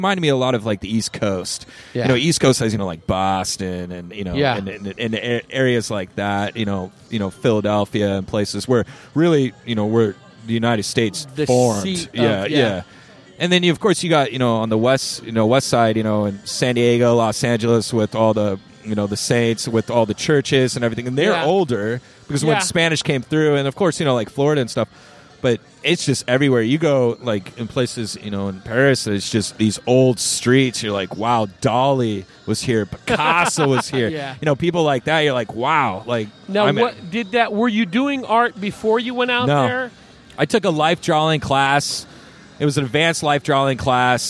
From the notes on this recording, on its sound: Recorded on the rooftop. From Rock Bar, Scottsdale AZ.